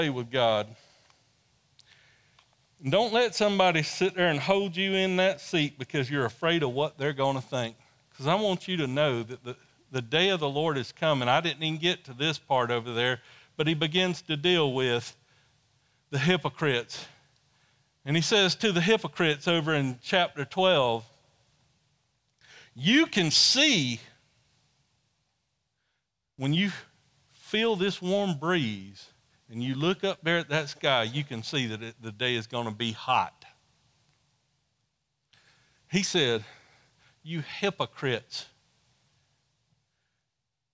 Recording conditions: large echoing room